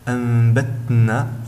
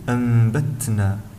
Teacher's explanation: الملاحظة الأخيرة عن همس حرف التاء في كلمتي أنبتنا، فلا يجب أن ننطقها هكذا أنبتنا، فهنا لا يظهر حرف التاء جليا، يجب أن نظهر حرف التاء بصفته صفة الهمس بخروج شيء يسير من الهواء مع النطق · Shown in: second take · فنقول أنبتنا.